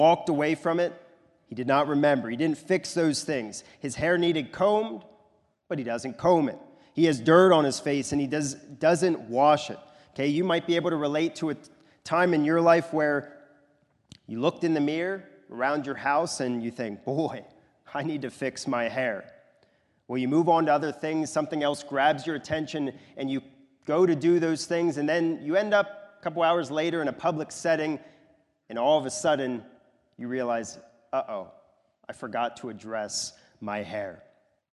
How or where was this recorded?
large echoing room